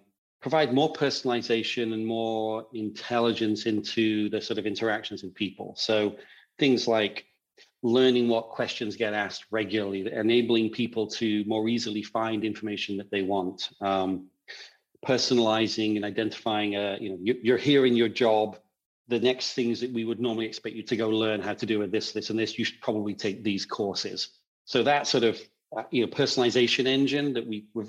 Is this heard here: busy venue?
no